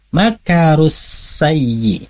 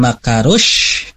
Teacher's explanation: Hati-hati, bukan makarush, karena di sini membacanya dengan huruf sin yang ada di ujung lidah · Shown in: first take